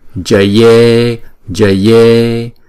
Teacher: Chữ e là diphthong, chúng ta phải đọc hai nhịp.